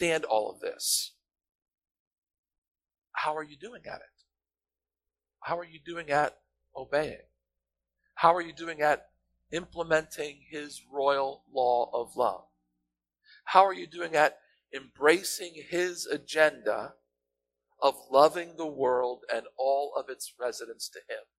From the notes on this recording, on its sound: Apologies about the audio quality. We’re transitioning to new streaming equipment, and are having some growing pains.